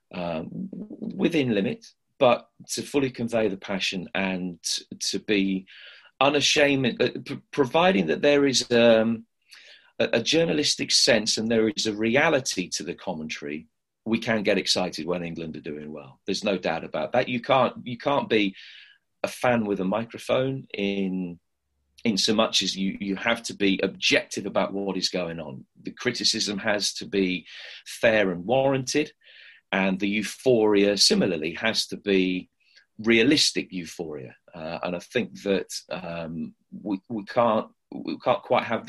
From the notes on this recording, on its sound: via a sometimes temperamental Zoom call